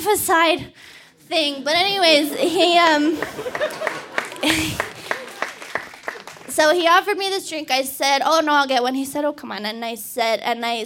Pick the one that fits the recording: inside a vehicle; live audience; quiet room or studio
live audience